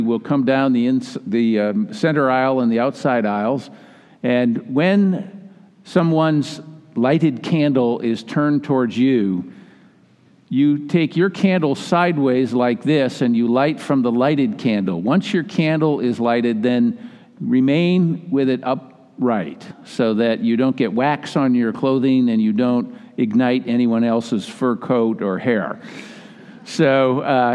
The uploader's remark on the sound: Recording of the 10PM Christmas Eve Service.